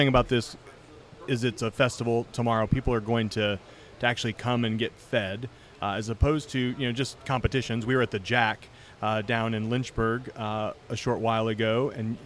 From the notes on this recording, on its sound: We are LIVE from the BBQ Love Fest in Tampa Florida